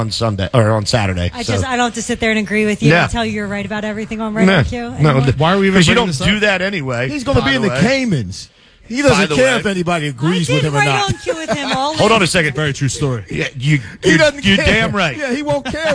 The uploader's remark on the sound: Green Legion Radio Pregame Show LIVE on Christmas Eve from The Winston!! Broadcast LIVE from The Winston.